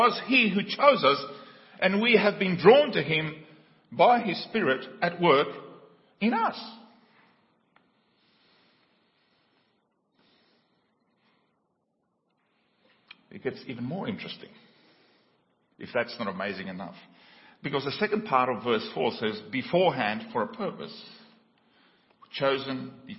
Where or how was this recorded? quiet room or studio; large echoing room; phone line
large echoing room